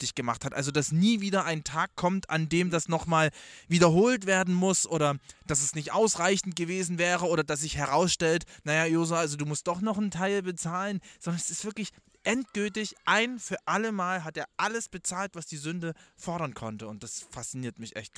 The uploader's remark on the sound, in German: Live vom Grill